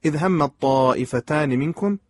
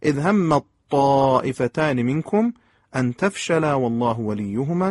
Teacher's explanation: اما نکاتی که در این پنج آیه به نظر میرسه ذکرش و اذ غدوت من اهلك تبوئ المؤمنين مقاعد للقتال والله سميع عليم که واضح هست، اذ هم الطائفتان منكم، میبینید که تا در طا ادغام تام میشه، کاملا ادغام میشه و ادغام از نوع متجانس است